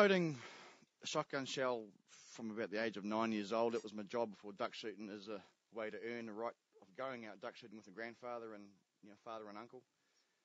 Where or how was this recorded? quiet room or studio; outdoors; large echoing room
outdoors